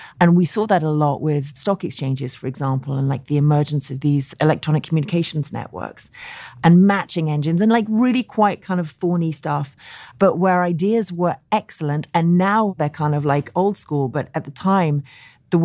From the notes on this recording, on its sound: Special episode recorded live from Mobile World Congress 2023.